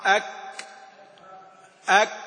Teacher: الحرفان شديدان في أولهما مهموسان في آخرهما. نقول أك مع بعض، أك أك، يعني لازم الحبس الأول ما نقول أك على طول كده همس وخلاص. · Term: الشدة